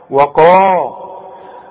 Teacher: ما القاف مفخمة، دي اعلى حروف التفخيم هذه القاف، القاف اللي بعدها الف، وقا.